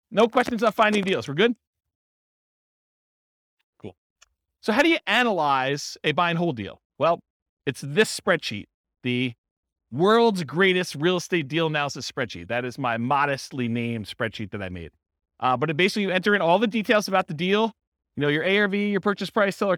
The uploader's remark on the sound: This was a live class recorded